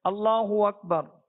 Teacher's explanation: حمزہ ختم ہو جاتا ہے اور واو لے کر آتے ہیں جو کہ درست نہیں ہے